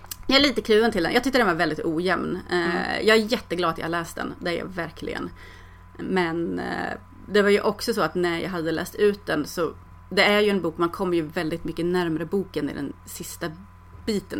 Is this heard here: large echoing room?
no